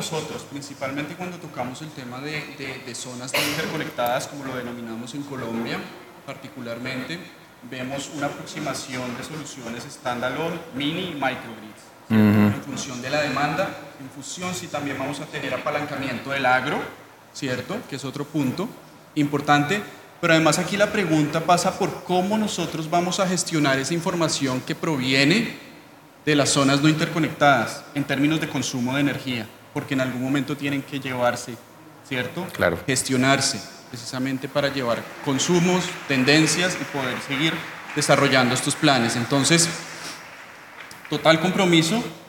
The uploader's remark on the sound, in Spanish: Este es un episodio grabado en vivo durante ANDICOM 2023 del panel.